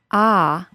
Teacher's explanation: the jaw opens and the body of the tongue moves back and drops low into the bottom teeth · Term: short O sound